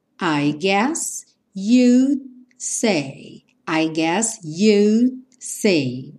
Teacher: esse D quase não aparece